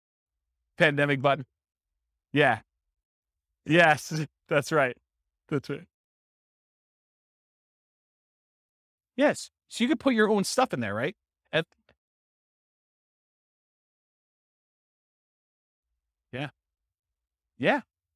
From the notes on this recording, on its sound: This was a live class recorded